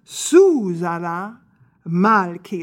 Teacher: Now, our conductor is Susanna Malki, but I actually think it's better if it's pronounced Susanna Malki. So the first syllable in her first and her last name are accented.